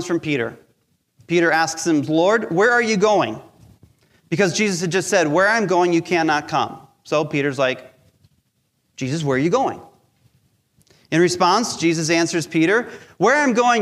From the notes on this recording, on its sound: Recorded live during our Sunday Service.